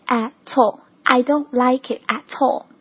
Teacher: 前一个单词 at 辅音跟后一个单词开头的 o 的这个音，我们就把它做一个连读的处理